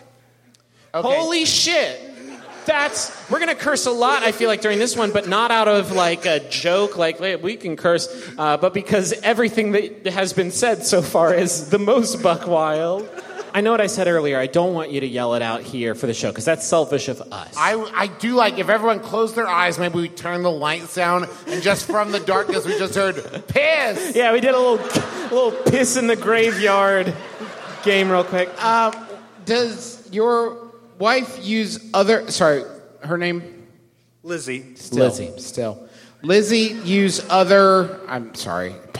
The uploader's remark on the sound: San Francisco was kind enough to have us come down for a visit and do a live show for them at The Warfield last weekend.